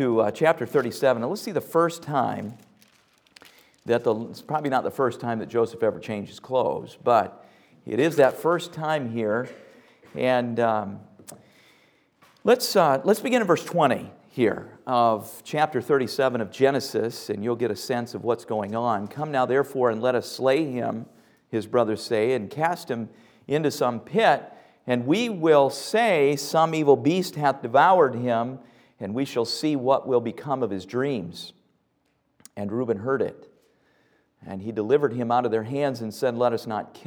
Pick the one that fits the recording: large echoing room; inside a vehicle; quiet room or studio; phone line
large echoing room